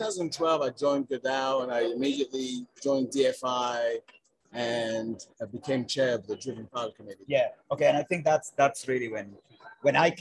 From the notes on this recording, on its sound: Live at Game Day. Live from the DFI46 Exhibit Hall.